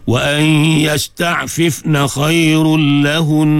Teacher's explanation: Walaupun dia waqaf, tetap dengung tu ada. Wa ay yasta'fifna khairul lahun, pegang bagi cukup dua harakat baru lepas.